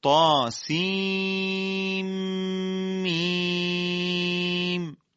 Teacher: تاسین میم خوانده می شود تاسیم میم، یعنی تا دو حرکت، سین 6 حرکت، ادغام نون در میم 2 حرکت، اینجا 8 حرکت، اونم 2 حرکت 10 حرکت، میم دوباره 6 حرکت و 16 حرکت مقدار کشش مجموعه این کلمه هستش.